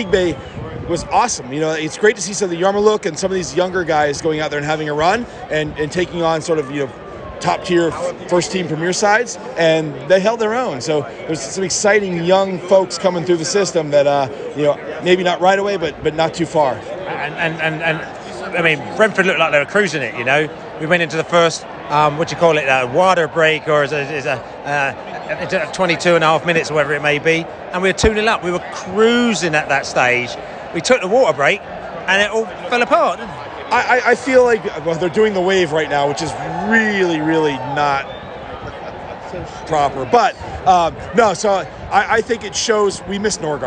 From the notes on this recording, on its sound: Brentford US Tour. Post-Match Washington podcast from the stands.